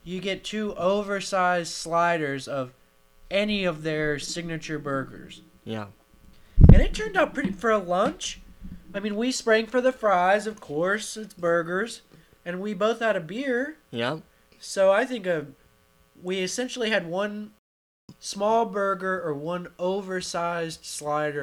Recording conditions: hum or buzz